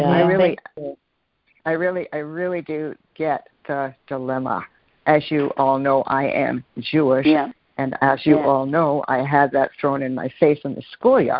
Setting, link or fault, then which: link, phone line